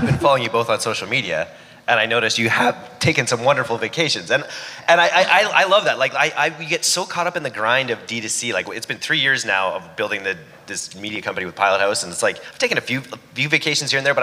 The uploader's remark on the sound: the fireside chat from our last Vancouver DTC Meetup